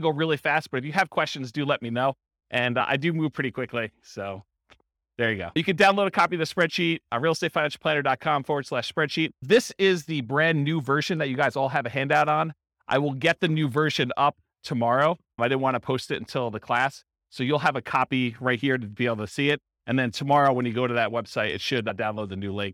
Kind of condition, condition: setting, live audience